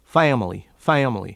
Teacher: you are hearing a more nasal quality to the A in family